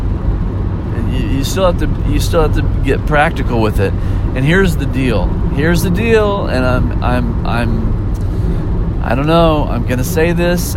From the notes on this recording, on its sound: Maybe it’s that I was driving home from a gig late at night and needed something to keep me awake.